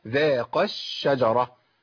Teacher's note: إذا التقى الساكنين والأول كان حرف مد في آخر الكلمة والساكن في أول الكلمة التاليها، يبقى عندي إسقاط الإيه؟ بسقط المد كأنه مش موجود خالص